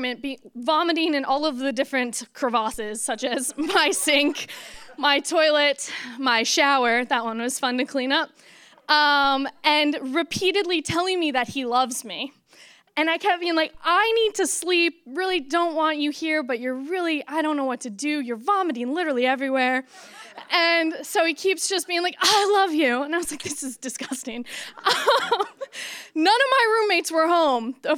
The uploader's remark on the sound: For Detours' second live storytelling event, "Story Slam" we asked people to share their bad dating experiences, along with a piece of dating advice.